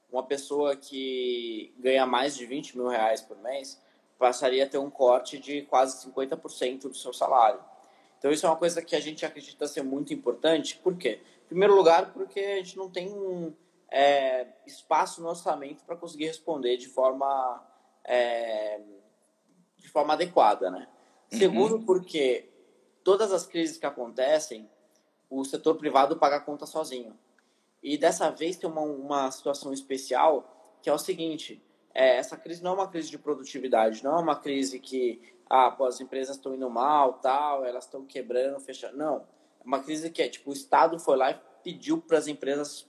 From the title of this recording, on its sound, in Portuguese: Live no Instagram